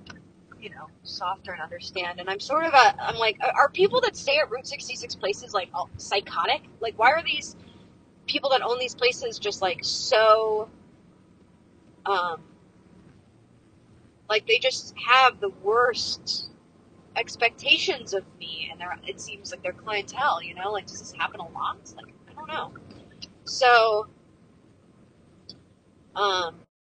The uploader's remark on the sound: Updates on my cross country trip recorded while excitedly driving through texas and describing my surroundings.